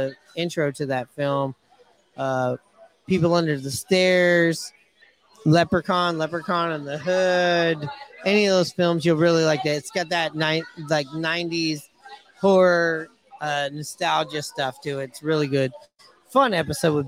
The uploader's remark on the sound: Live from Hooverville Bar!